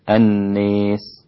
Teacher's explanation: كلمة الناس أمالها الإمام أبو عمرو البصري